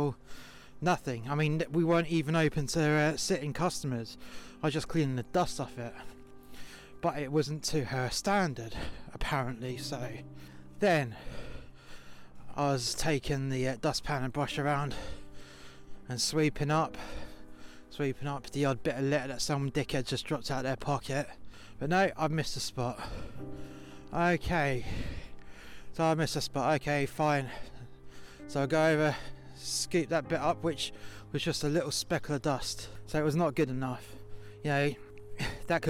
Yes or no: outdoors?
yes